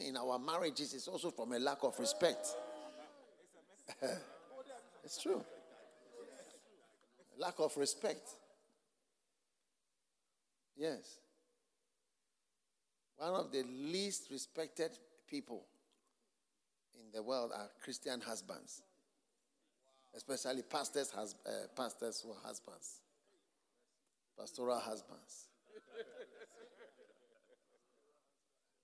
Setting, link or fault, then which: setting, live audience